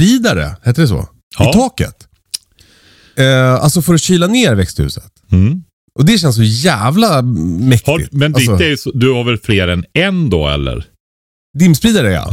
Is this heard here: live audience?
no